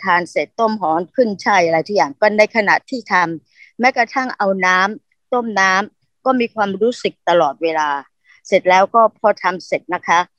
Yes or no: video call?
yes